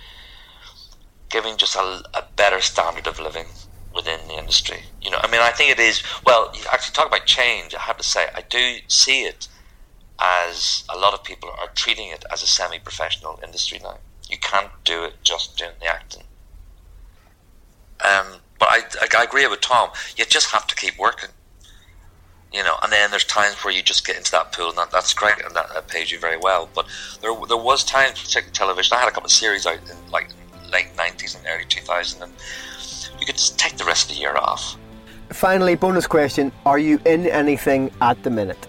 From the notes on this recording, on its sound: Recorded via FaceTime or Skype or something - NYC to SW16.